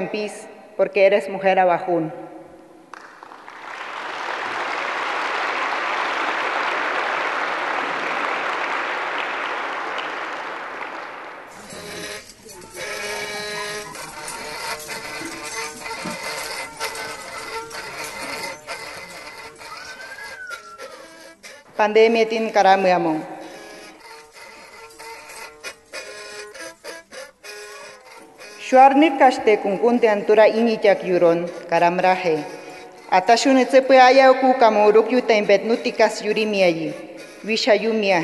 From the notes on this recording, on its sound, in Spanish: Emitió su palabra en el Festival de Poesía en Lenguas de América Carlos Montemayor, llevado a cabo en la Sala Nezahualcóyotl de la Ciudad de México.